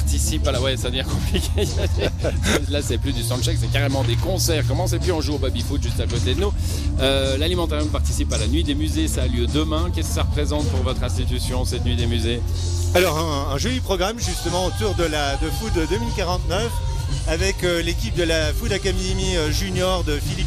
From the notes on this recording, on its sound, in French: Emission spéciale au festival Animai de Vevey